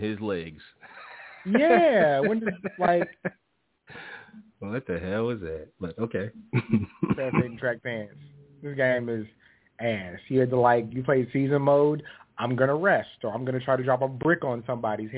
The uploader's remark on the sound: Live calls and much more conversation. Weekly caller, email and tweet driven show.